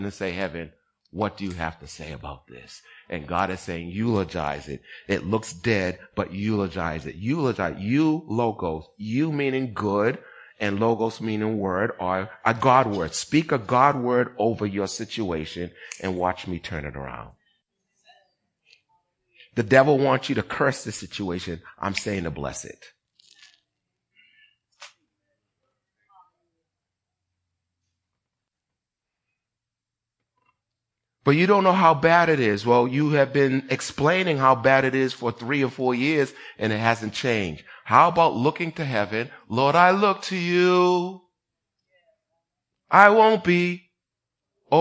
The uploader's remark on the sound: Recorded on 2016-10-02 at the 08:30am Service.